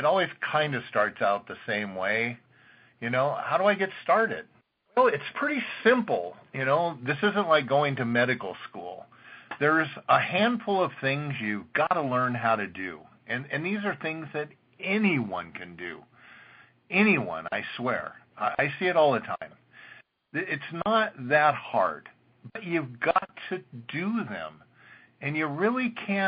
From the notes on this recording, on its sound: an archive of weekly conference calls